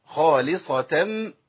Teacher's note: خاء مفخمة لام مرققة صاد مفخمة تاء مربوطة مرققة